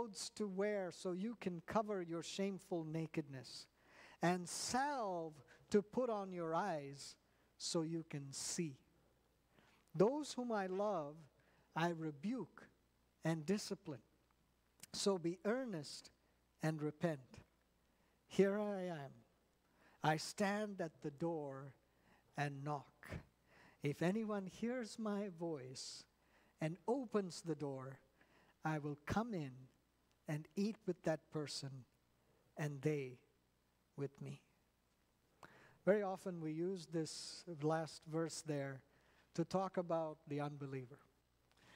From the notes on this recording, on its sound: at New Life Fellowship Church, Concord, NC